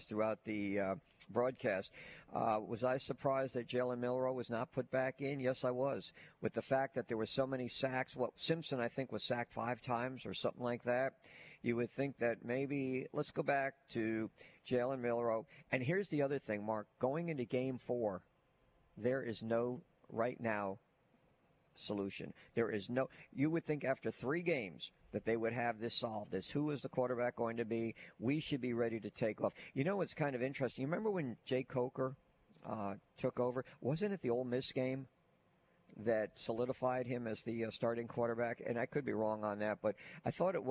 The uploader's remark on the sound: Live from Baumhower's Victory Grill.